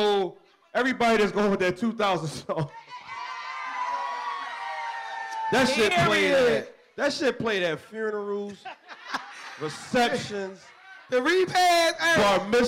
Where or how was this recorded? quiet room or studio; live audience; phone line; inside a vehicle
live audience